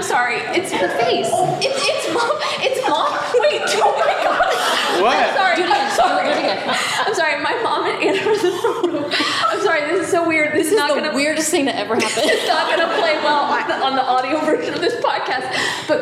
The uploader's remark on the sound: A recording of our live show from The Bookshelf’s September Reader Retreat. We hope you'll visit beautiful Thomasville, Georgia.